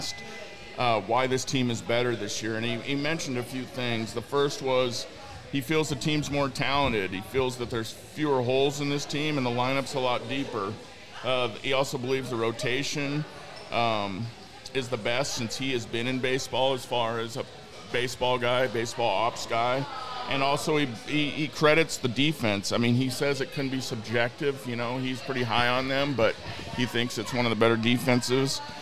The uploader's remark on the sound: Recorded at Murphy's Pub in Wallingford.